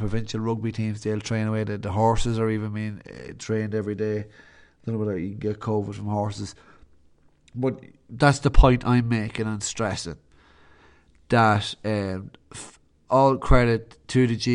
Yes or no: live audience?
no